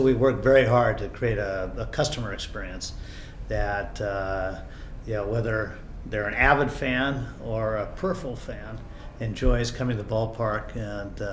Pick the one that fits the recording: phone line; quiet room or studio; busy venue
busy venue